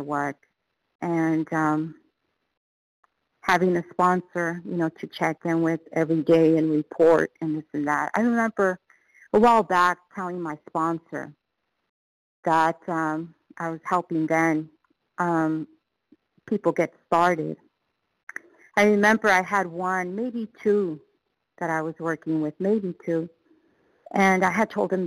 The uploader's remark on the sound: qualification from the 100 Pounders Phone Meeting